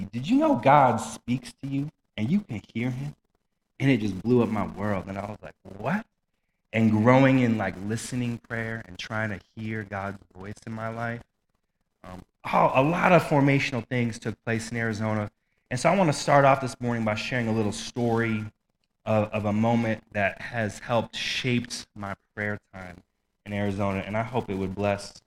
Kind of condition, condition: fault, poor sound quality